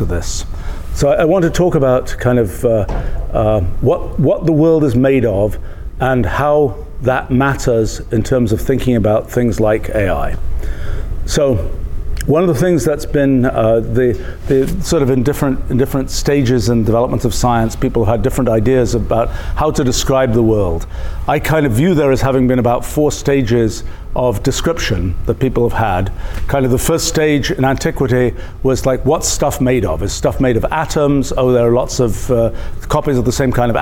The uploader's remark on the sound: Center for the Future Mind. Lecture from Mindfest 2023.